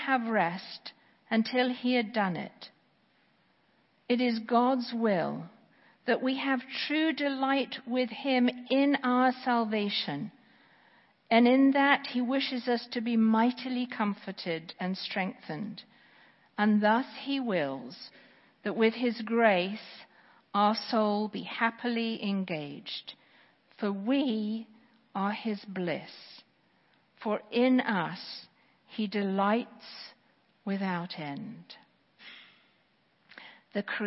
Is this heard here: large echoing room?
yes